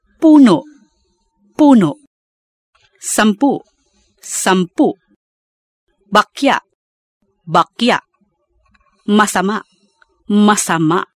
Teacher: the last syllable is pronounced without a stress, but with a glottal catch at the end. · Term: end glottal catch